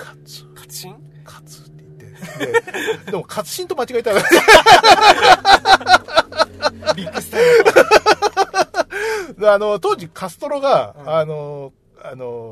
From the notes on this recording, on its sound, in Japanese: 南千住某セブンイレブンの駐車場スタジオで車中収録でした！